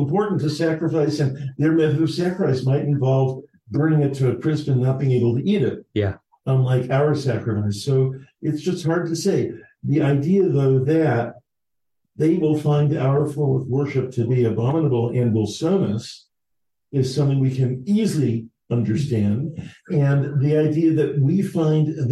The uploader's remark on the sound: At Temple Beth Am, Los Angeles.